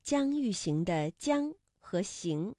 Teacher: 那发音的时候，舌面的前部接近了硬腭前部，流出窄缝，软腭上升，堵塞了鼻腔通路，声带不颤动。气流是从舌面和硬腭的前部形成的窄缝当中挤出，摩擦成声的